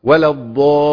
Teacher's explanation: لابد من الوقف على اللام قليلا · Term: لام عليها شده